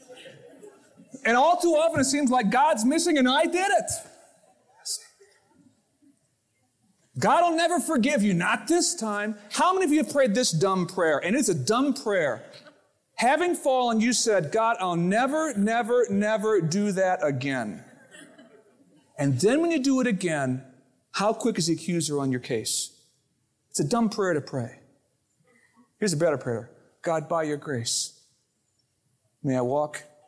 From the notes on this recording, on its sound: Originally recorded on April 16, 2000, at Fellowship Missionary Church, Fort Wayne, IN.